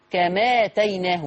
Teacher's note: لما نيجي نعمل نقل بقى في كما تيناهم بنشيل الهمزة وناخد الفتحة نحطها على الميم فتبقى كما تيناهم